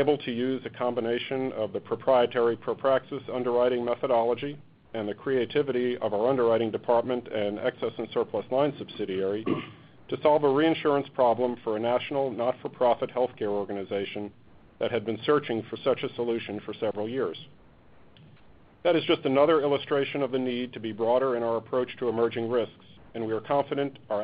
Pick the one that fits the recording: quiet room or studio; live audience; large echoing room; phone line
phone line